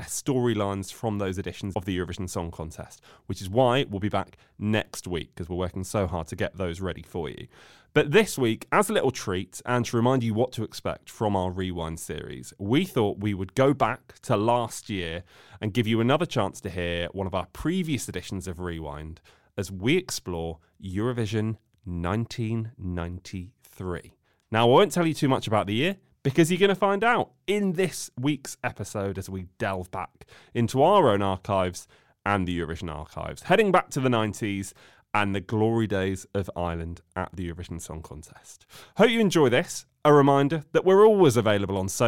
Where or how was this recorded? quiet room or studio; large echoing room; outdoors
quiet room or studio